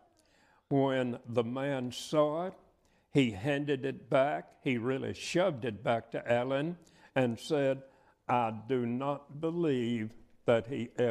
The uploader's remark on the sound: preaches at the 2022 Memphis School of Preaching Lectures.